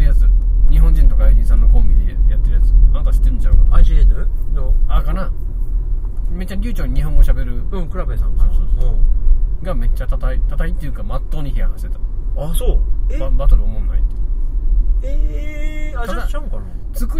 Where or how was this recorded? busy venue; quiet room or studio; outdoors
outdoors